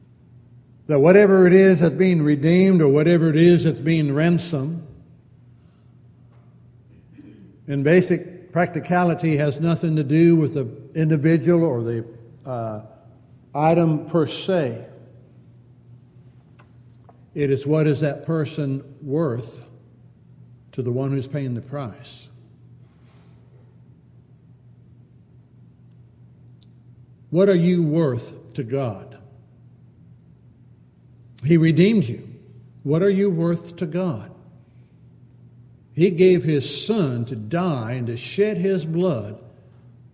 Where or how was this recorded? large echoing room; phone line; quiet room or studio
large echoing room